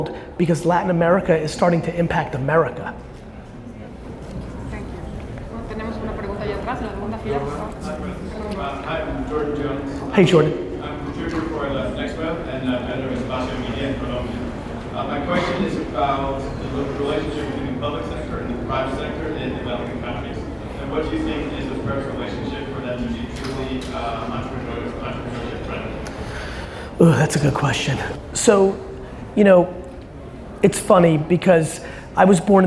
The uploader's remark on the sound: In this episode I share a Q&A from a press conference I did on my trip to Mexico.